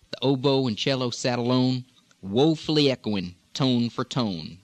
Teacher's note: Just a straight, non-regional O with the resonance of the Farm Belt.